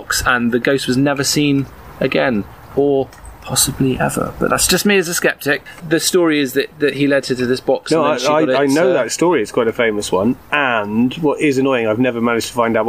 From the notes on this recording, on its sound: Back garden on the hottest day of the year. Which does mean we have a few added sound effects like dogs barking, ship's fog.